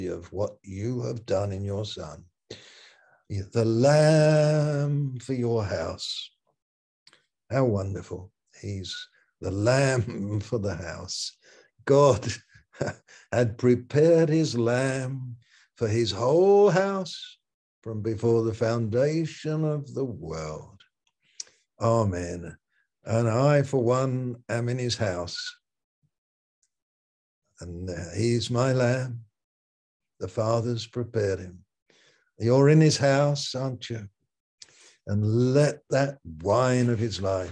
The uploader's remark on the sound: Malaysia Meets (Zoom)